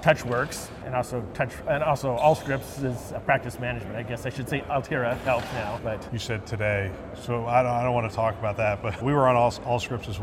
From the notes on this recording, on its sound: Interview in Action live from CHIME’s Fall Forum